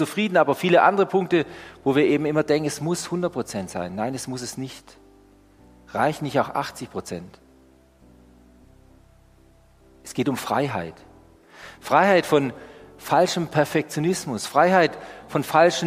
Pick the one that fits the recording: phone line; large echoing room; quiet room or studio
large echoing room